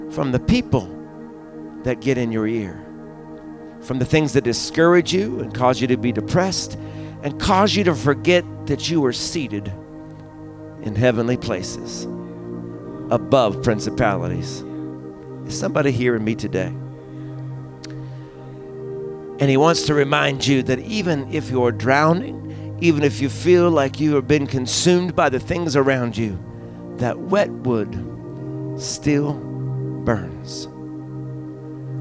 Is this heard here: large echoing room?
yes